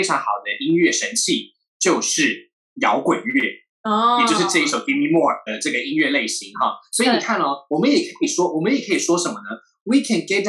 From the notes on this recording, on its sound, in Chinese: 本集採遠距錄音，因網路問題，時有斷訊、音訊不良或是雜音狀況產生。